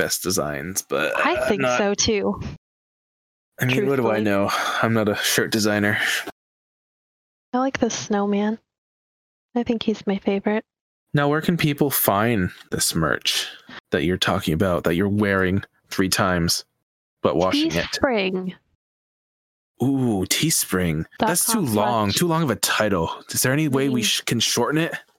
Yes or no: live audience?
no